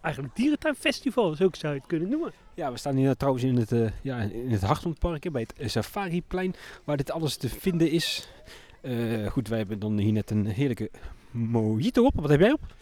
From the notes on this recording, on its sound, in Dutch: brengen we in festival sfeer een bezoek aan een zwoel Beekse Bergen